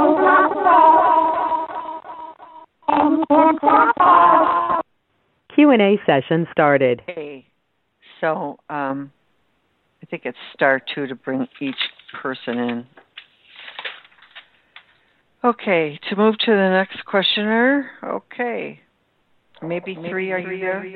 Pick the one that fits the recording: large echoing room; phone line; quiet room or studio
phone line